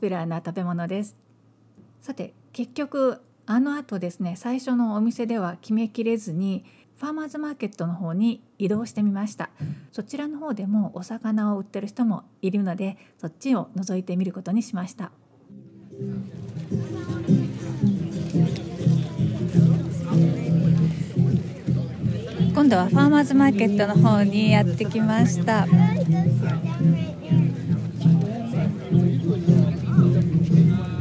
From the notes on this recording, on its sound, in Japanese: ファーマーズマーケットでホームパーティの買い出し。朝からファーマーズマーケットに行って、そこで収録してきました。